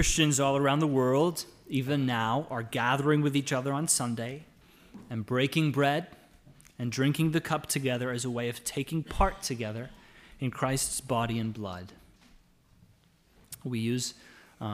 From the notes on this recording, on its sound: The audio from our Lord's Day service on October 4, 2020. It was our joy to be able to gather to worship in song and prayer.